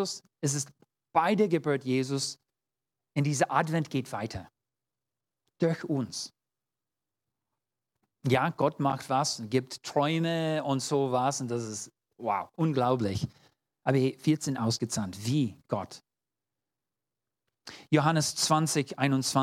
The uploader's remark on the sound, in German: 2022 in der Gemeinde Kaleo Schopfheim aufgenommen.